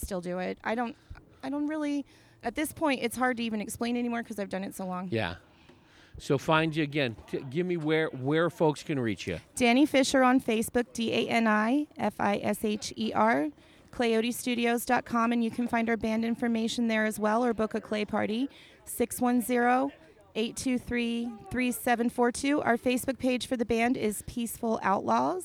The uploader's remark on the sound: Recorded at Big Daddy E’s BBQ in Chino Valley. Recorded at Big Daddy E’s BBQ in Chino Valley.